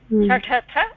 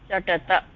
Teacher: छठत महाप्राण चटत अल्पप्राण